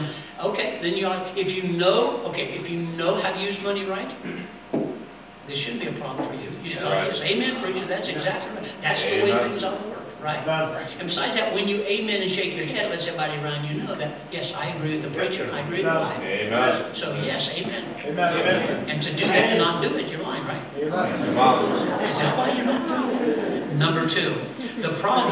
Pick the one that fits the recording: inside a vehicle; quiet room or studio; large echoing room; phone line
large echoing room